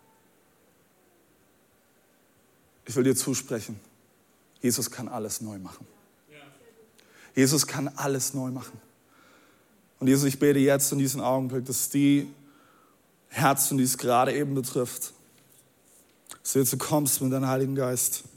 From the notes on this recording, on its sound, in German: Audiomitschnitt der Predigt vom 19.